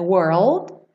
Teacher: Muitas vezes você nem ouve o D